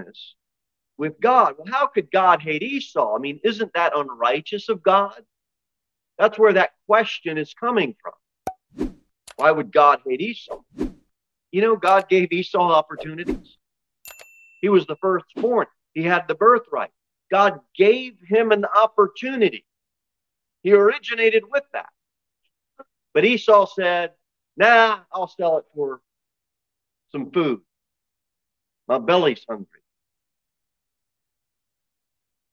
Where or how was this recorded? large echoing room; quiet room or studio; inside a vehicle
large echoing room